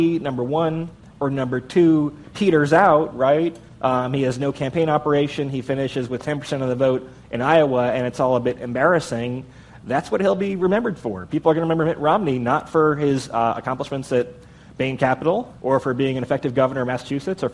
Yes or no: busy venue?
yes